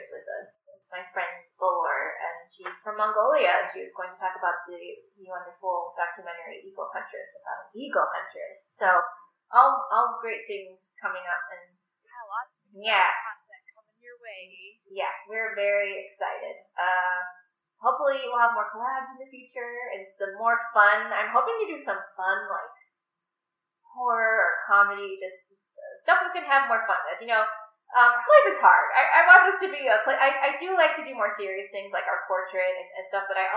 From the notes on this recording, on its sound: The audio quality is a little rough in this one (sorry!).